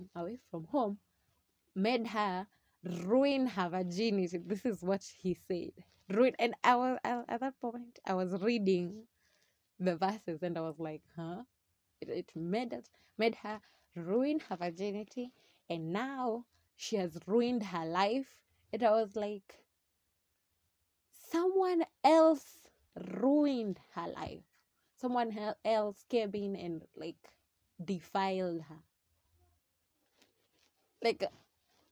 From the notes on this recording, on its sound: Sorry for the background noises.